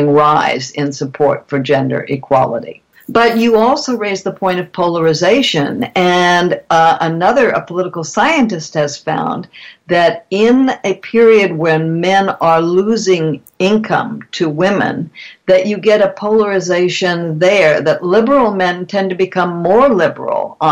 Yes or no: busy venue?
no